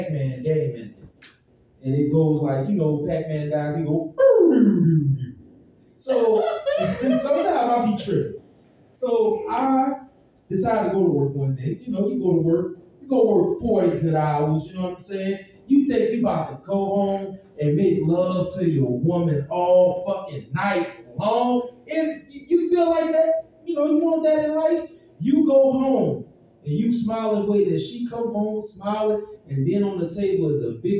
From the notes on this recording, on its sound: Live at Boomerang Comedy Theater pt 2. Part two of a two night show event.